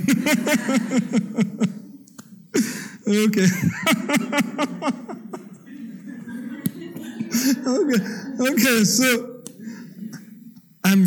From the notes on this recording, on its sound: The Rubin Museum presents a weekly meditation session led by a prominent meditation teacher from the New York area. This podcast is recorded in front of a live audience in Chelsea, New York City, and includes an opening talk and 20-minute sitting session.